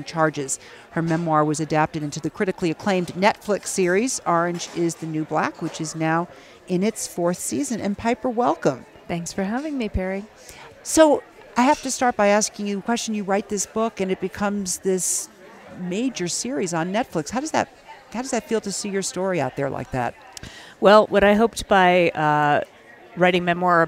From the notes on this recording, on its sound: TAKEOVER is a special series of episodes that put you on the ground during the Aspen Ideas Festival in Aspen, Colorado.